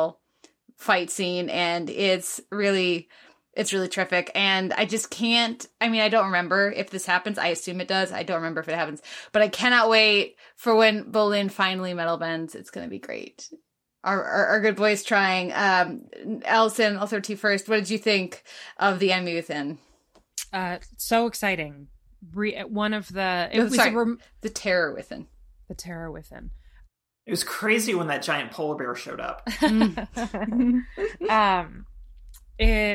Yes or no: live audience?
no